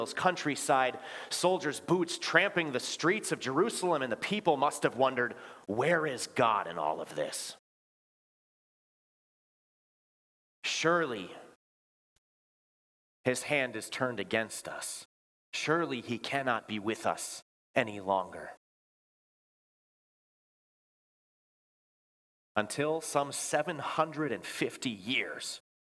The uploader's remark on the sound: Bethany, Appleton, WI. Preached this sermon at Bethany's Christmas Day worship.